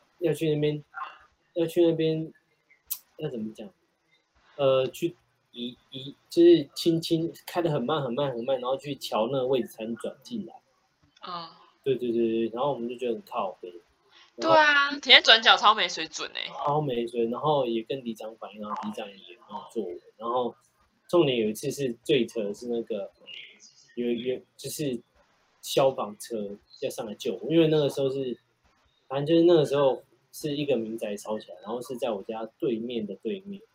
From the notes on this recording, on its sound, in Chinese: 視訊錄音真實的雜音呈現給你～